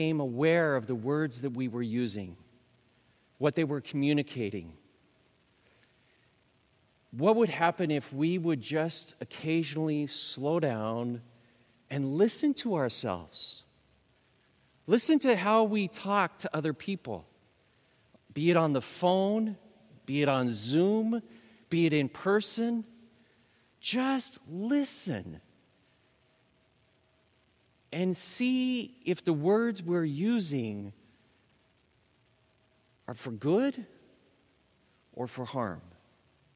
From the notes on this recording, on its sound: Recorded live at Beatitudes Church in Phoenix, AZ